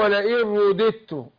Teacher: ادغمت النون بتاعت ولا ان في الراء، في الراء ده ادغام بغير غنة، وبعدها الدال الثانية في رددت، الدال الثانية ادغمت في التاء ادغام متجانسين، فاقول ايه ولا ان رددت، رددت نطقت دال واحدة وبعدين نطقت التاء بعد كده، فالتاء الثانية ادغمت في التاء، الدال الثانية ادغمت في التاء، روديتو.